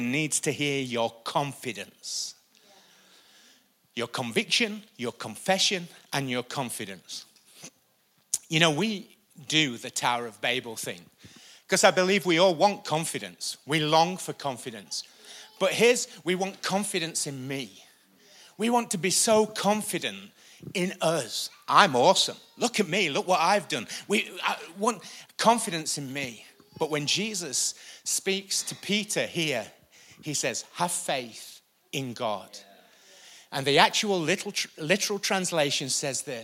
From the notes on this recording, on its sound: Recorded live at the Chesterfield Campus this is the message from the morning service on the 26th May 19.